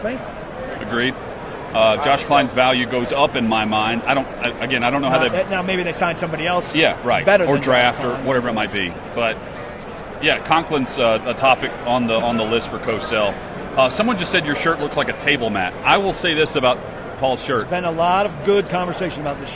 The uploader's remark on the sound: Live from Super Bowl LII. Live from Radio Row.